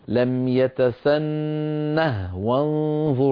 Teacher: فالهاء ساكنة وصلا ووقفا · Term: هاء سكت